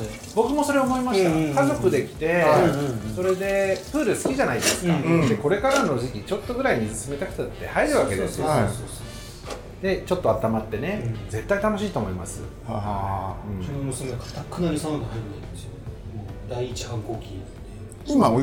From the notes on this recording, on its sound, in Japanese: 曙橋の 【神戸ごはん 田中屋】 にて収録です。